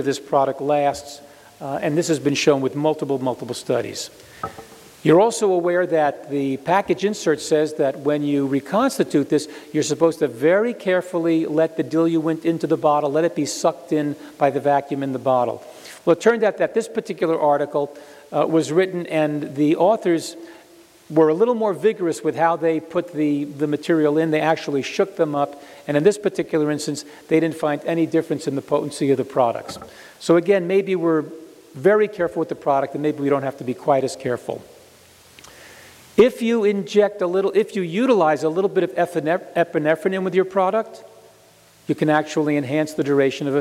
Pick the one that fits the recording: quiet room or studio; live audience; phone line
live audience